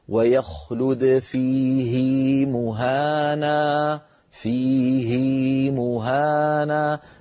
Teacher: القرآن برواية حفص عن عاصم نقول ويخلد فيه مهانا، فيه مهانا، فنشبع الكسرة حتى يتولد منها ياء لفظية · Term: الصلة